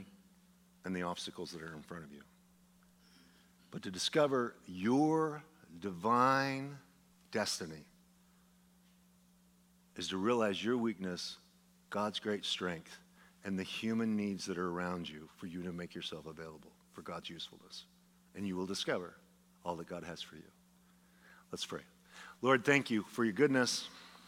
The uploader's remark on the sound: a sermon delivered as part of the Anchored Series at Godspeak Calvary Chapel in Newbury Park, California on February 25, 2023